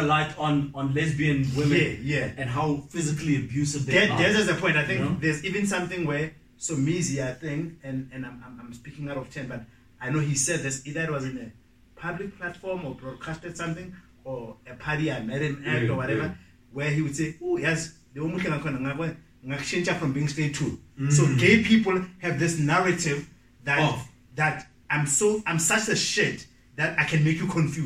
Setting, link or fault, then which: fault, poor sound quality